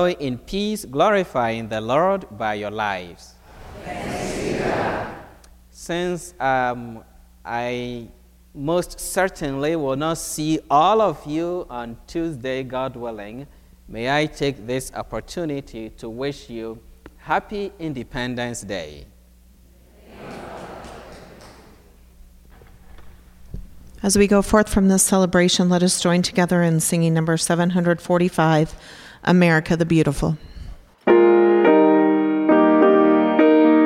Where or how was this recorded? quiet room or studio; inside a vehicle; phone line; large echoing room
large echoing room